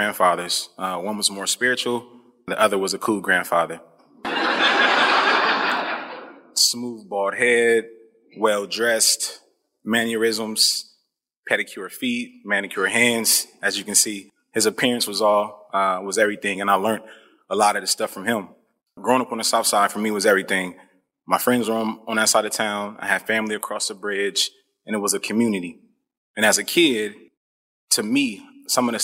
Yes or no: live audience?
yes